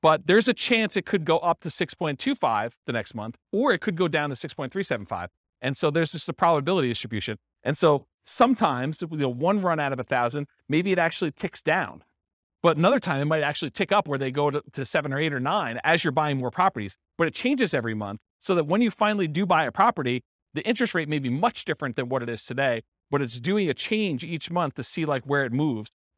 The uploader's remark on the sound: This was a live class recorded